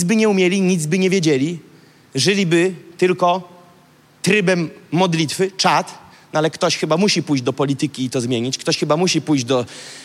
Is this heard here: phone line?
no